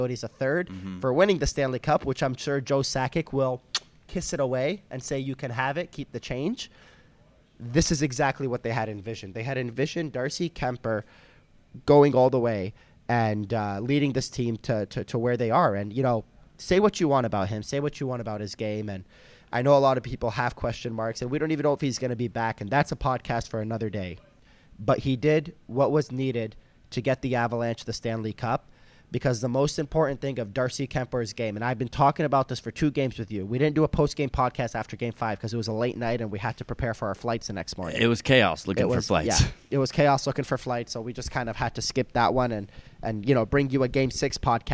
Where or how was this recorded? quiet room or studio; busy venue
busy venue